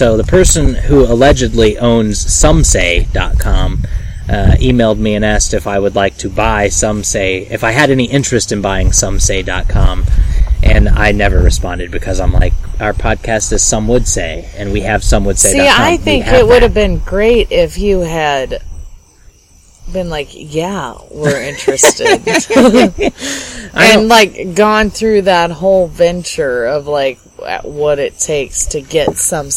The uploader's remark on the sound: We recorded this episode on the porch and at night so there are some lovely ambient noises that snuck past the noise removal process.